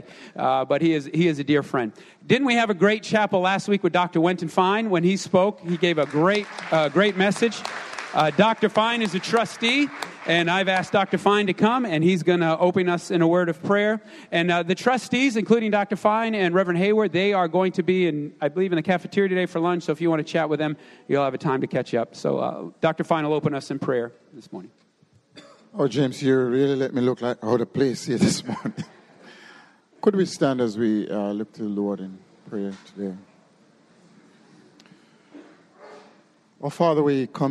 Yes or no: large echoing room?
yes